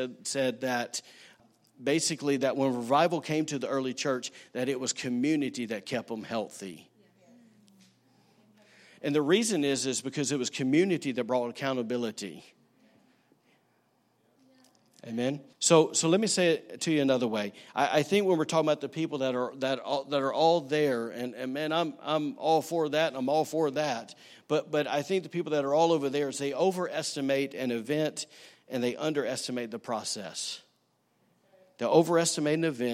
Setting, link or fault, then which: setting, large echoing room